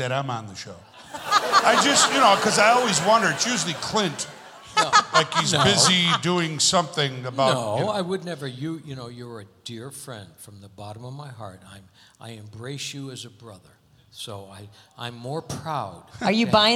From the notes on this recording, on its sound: Live at the South Point Casino